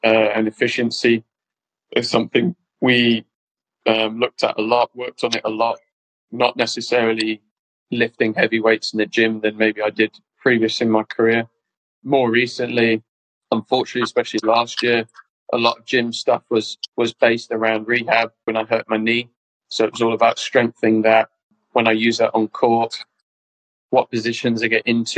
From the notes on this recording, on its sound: This recording was taken fro our Instagram live feature